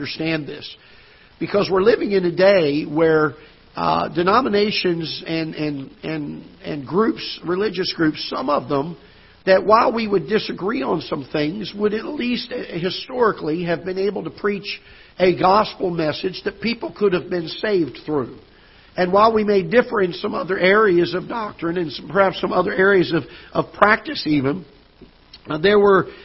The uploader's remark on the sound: Ketha Heights Baptist Church ~ Live Broadcast.